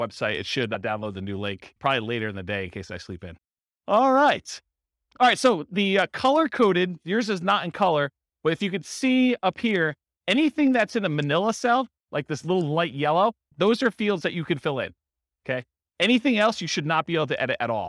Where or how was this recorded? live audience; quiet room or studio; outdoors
live audience